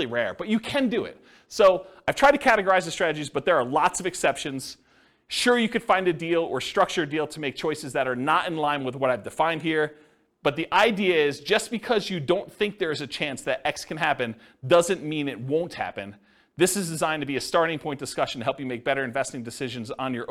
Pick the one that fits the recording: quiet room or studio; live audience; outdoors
live audience